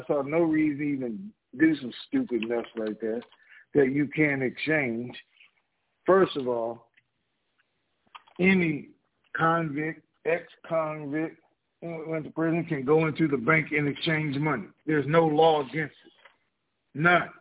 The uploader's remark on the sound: TNTSuperfantastic Conference Call